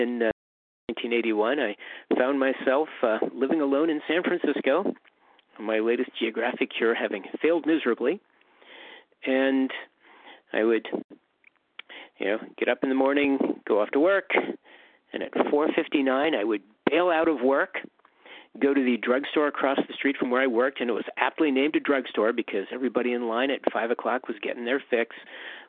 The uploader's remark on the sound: 100 Pounders Phone Meeting